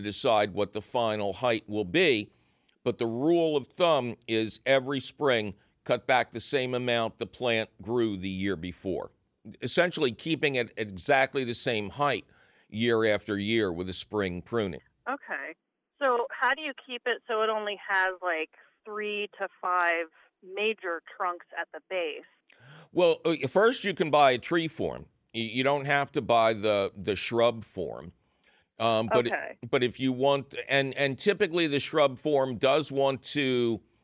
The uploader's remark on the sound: take a couple of your fabulous phone call questions